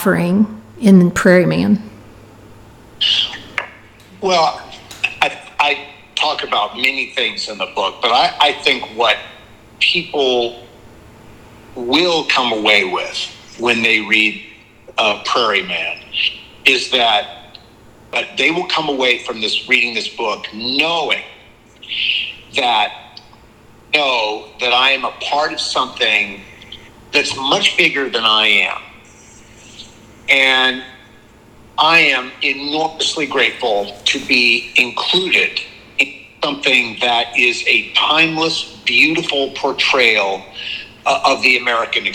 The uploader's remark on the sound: in a phone interview